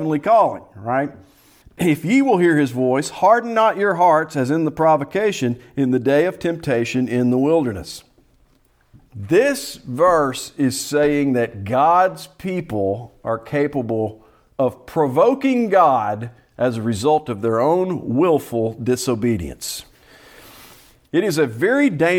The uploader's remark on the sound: Preached at Salem PBC in Gravesville, AR.